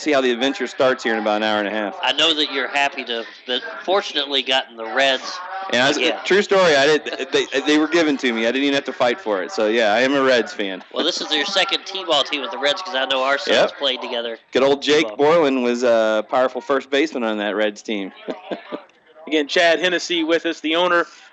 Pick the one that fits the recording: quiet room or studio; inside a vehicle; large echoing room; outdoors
outdoors